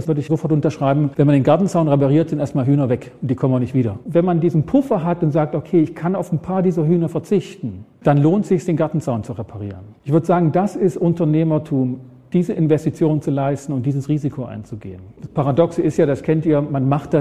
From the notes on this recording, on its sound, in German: Vortrag auf dem gws-forum 2024